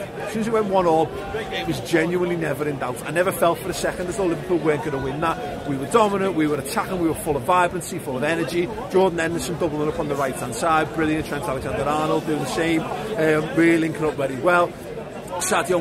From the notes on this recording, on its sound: We're here outside Anfield